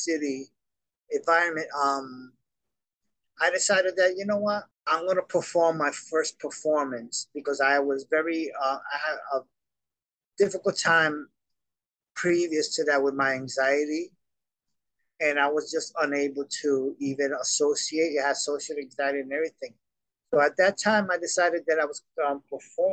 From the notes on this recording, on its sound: Glamorous disco lights, ornately fun decorations and cocktail lounge furniture gives his apartment a festive, playful atmosphere. An atmosphere that made our zoom interview delightfully enchanting.